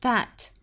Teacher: 这里的 that 不做弱读，因为它是有实际含义的，表示那个是一个指示性的代词了，不能把它当成连接作用的虚词，应该是 that.